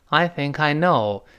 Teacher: I think 轻一点，I know 要稍微重一点